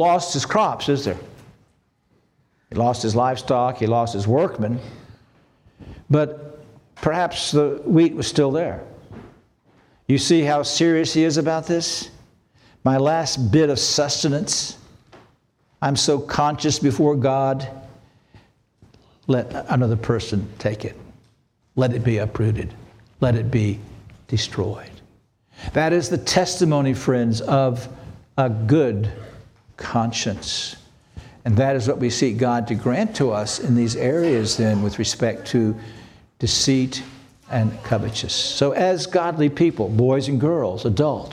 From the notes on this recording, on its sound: This sermon was preached on October 15, 2023 at Antioch Presbyterian Church. At Antioch Presbyterian Church, a mission work of Calvary Presbytery of the Presbyterian Church in America located in Woodruff, South Carolina.